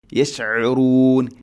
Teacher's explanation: അയിൻ തൊണ്ടയുടെ മധ്യഭാഗം